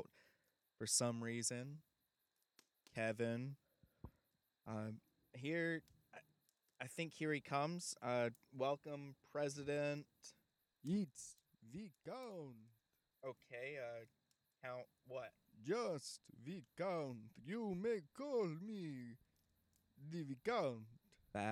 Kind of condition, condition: setting, outdoors